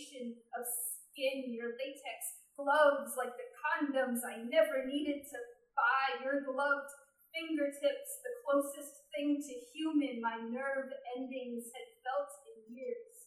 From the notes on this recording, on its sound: This is the audio from that event. At The Low Beat on Tuesday, August 4, 2015.